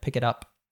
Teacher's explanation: You have an American T there, and all three of those words really link together